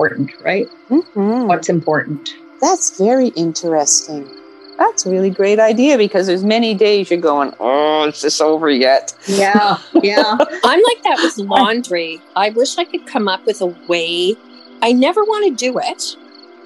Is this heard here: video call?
yes